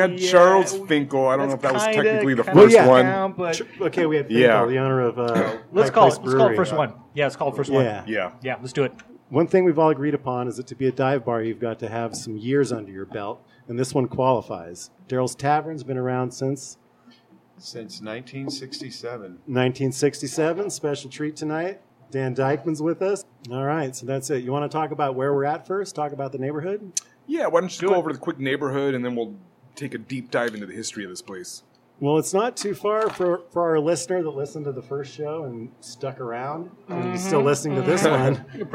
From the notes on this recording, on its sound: Recorded live at Darrell's Tavern on so-seedy-we-love-it Aurora Ave. Darrell's embraces the dive bar ethos and proclaims it's "where your dad used to drink."